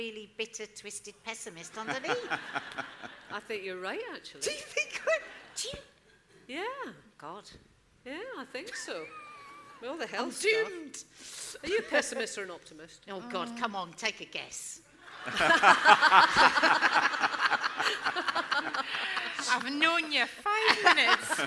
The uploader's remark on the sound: Live at the Edinburgh Fringe. This week at the first ever Live podcast recording.